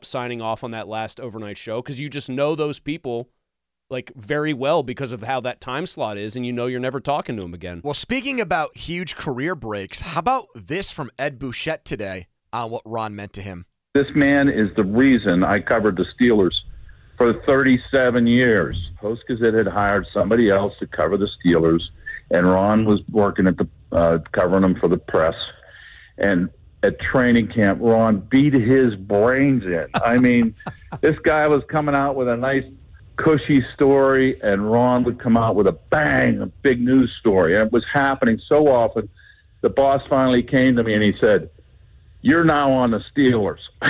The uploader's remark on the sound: called in so give his congratulations